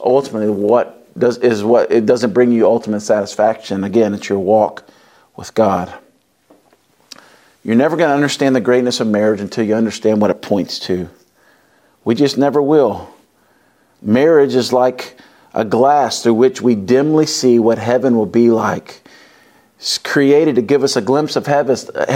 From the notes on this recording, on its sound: wraps up the Love and Marriage conference at Covenant Church